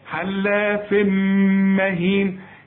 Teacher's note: التنوين بقى حلاف بعده ميم، ادغم ادغم كامل، هات التنوين في الميم، حلاف مهين، اسمعها كمان حلاف مهين، كل كلمة مهين كلها حروفها مرققة.